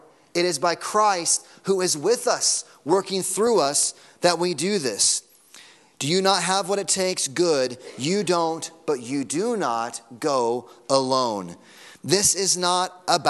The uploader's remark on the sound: Sunday Morning Sermon Audio